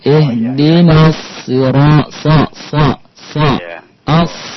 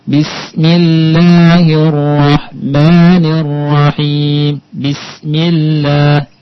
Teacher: kalau sod itu sifatnya tebal. Kalau sin istifal. Jadi untuk membedakannya, kalau sod dia isti'la.